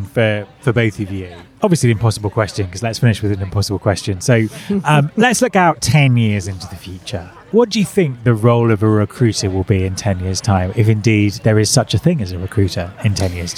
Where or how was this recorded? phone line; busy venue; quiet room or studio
busy venue